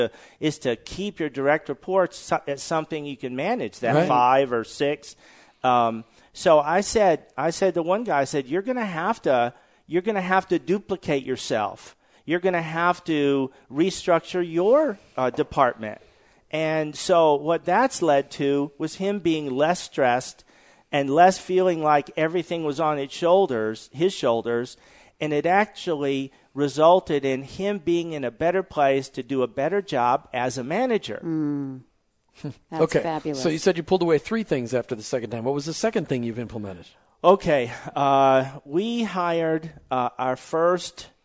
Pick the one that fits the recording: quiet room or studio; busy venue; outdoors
busy venue